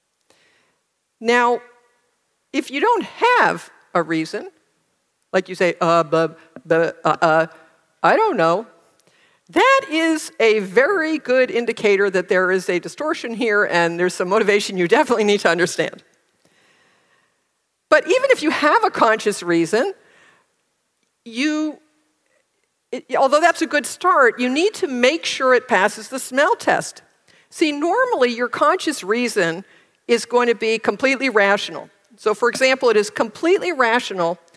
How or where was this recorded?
live audience